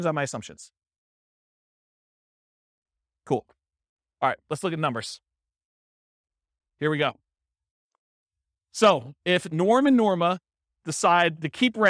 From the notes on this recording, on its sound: This was a live class recorded